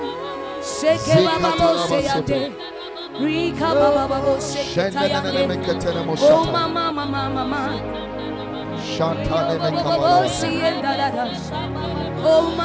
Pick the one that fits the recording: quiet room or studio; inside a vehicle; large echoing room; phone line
large echoing room